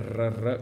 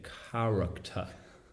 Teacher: in inglese britannico questa R è un approssimante · Shown in: second take · e quindi non, le, pa- le parti interne della bocca non si toccano e quindi è character.